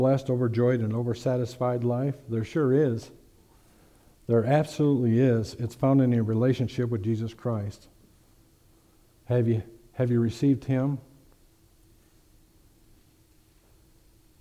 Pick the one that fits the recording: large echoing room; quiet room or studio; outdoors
large echoing room